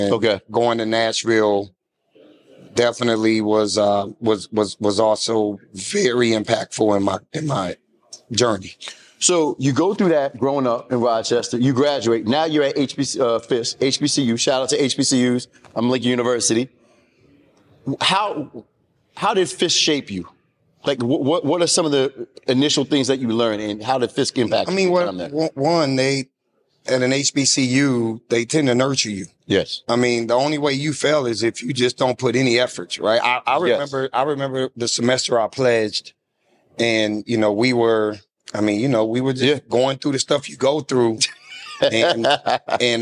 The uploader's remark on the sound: Welcome to a special live episode of the "One Door at a Time" podcast. Recorded at the prestigious National Alliance of Black School Educators (NASBE) conference.